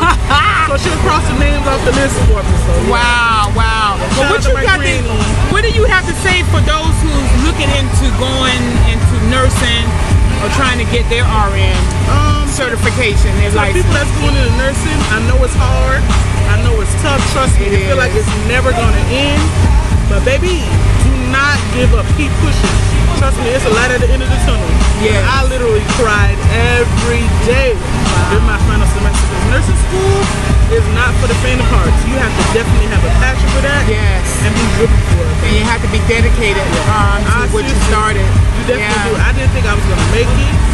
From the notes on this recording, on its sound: Coming at you from the annual Swamp Homecoming Festival 2022